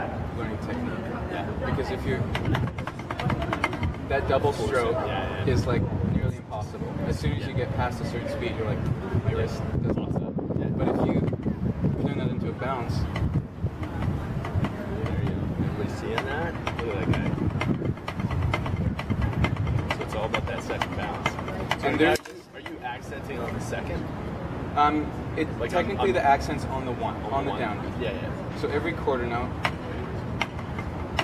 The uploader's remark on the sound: Thank you for your understanding on the background noise volume. I was learning how to mic things properly and have since seen major improvements.